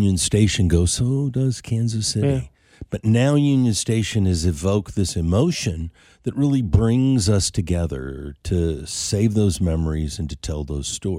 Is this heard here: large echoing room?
no